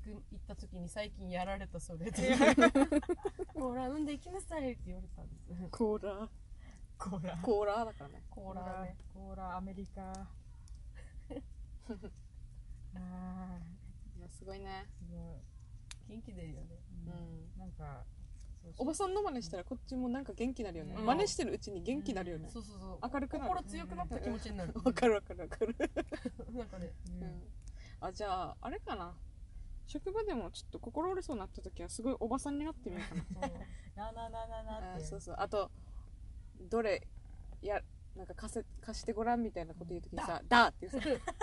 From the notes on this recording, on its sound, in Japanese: 今回はドライブ収録です！といっても停車した車のなかだから、。エンジン音うるさくなくて聞きやすいこと請け合い！